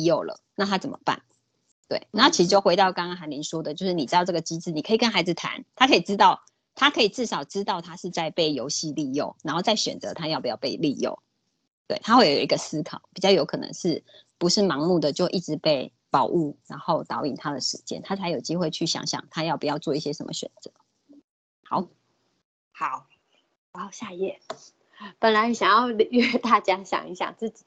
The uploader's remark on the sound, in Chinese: 此為線上課程錄音檔